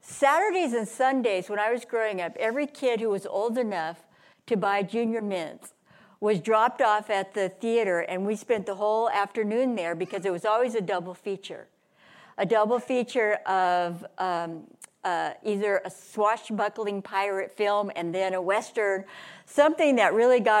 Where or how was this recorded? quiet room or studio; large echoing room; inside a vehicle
large echoing room